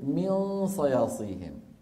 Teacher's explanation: ولا نستعمل طرف اللسان، بل يبقى من النون الغنة · Term: إخفاء